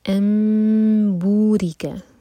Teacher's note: हो रहा है तो नून मीम में चेंज हो रहा है, यह इकलाब तो हम मीम को होल्ड करेंगे, अम नून नहीं पढ़ा जाएगा